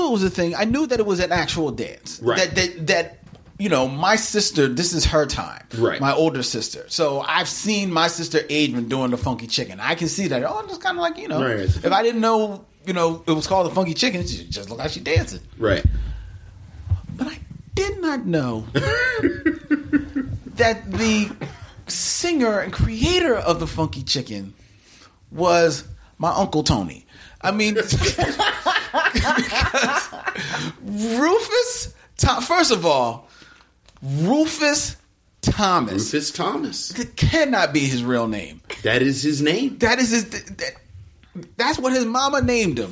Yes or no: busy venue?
no